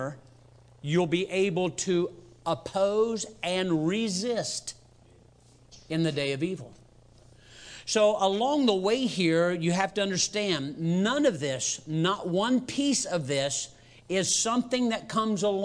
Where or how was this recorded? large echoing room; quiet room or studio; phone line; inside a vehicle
large echoing room